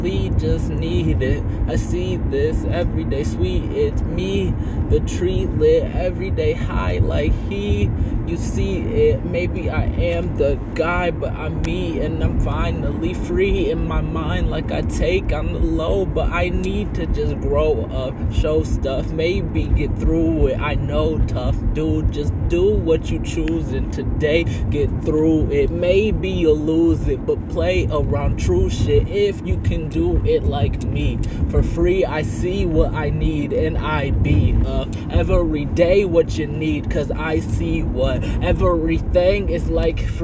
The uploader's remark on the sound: On the drive. Rhyming while going home and I recorded it as a podcast before.